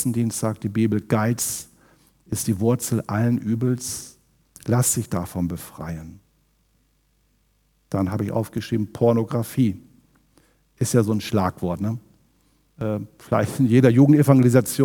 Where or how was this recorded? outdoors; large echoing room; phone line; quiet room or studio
large echoing room